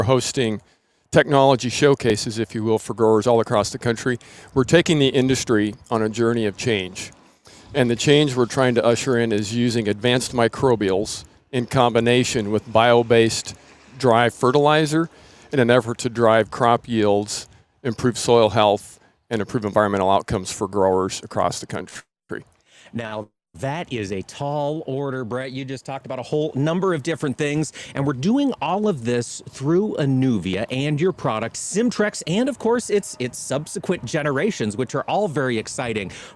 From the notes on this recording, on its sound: Today, AOA was on location in Cedar Falls, Iowa for the 3rd event on the Future of Fertilizer tour from Anuvia Plant Nutrients!